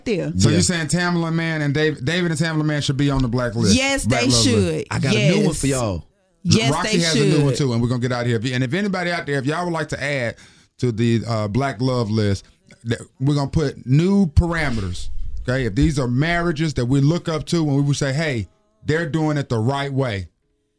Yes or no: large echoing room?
no